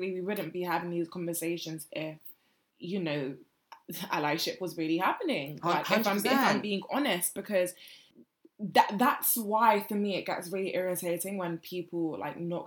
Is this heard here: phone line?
no